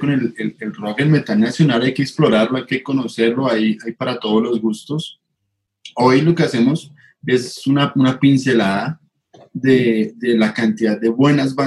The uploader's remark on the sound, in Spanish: Episodio grabado el 12 de septiembre de 2020 en línea, desde Bogotá - Colombia.